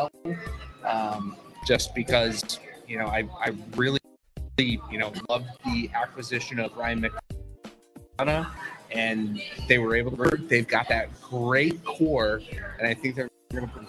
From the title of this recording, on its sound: LIVE From Cardinals Nation in Downtown St. Louis!